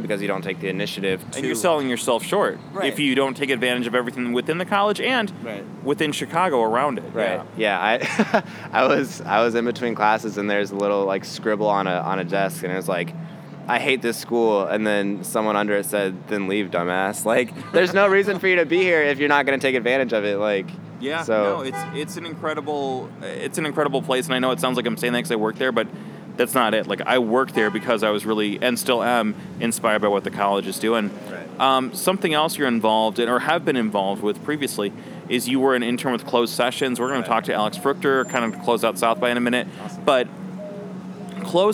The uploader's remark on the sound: Recorded at SXSW 2016